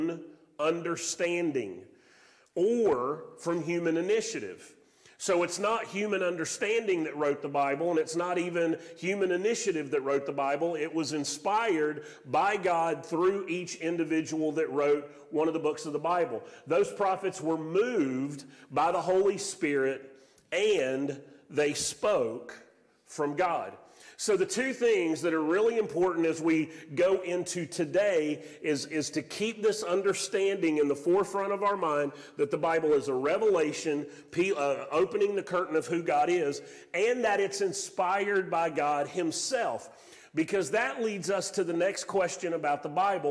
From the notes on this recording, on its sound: Sermon audio from Mission Church in Locust, NC.